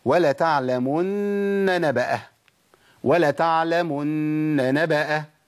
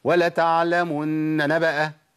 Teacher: لازم ابين ثلاث نونات، نون مشددة بقف عليها بحركتين وبعد كده نون متحركة · Shown in: first take